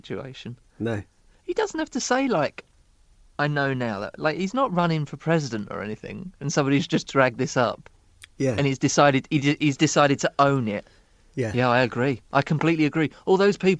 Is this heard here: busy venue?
no